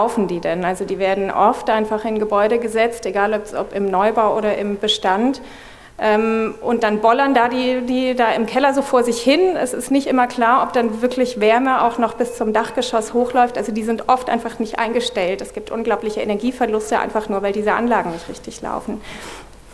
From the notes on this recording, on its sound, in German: wollen wir gemeinsam mit dem Publikum diskutieren